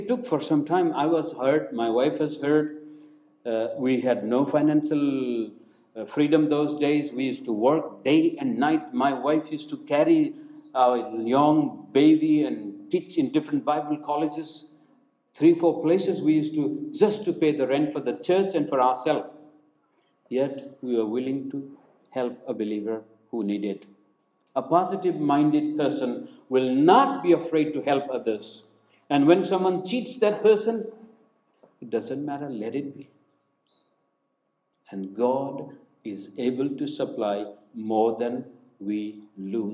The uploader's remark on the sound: preached in Hope Church, Guwahati on January 17, 2021